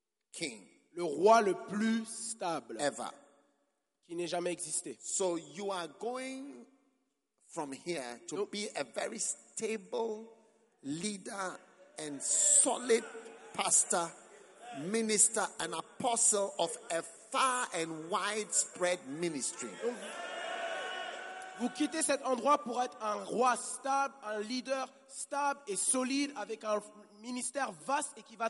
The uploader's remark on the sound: Preached at the Give Thyself Wholly pastors' conference in Mampong - Ghana 6th - 9th of Aug 2019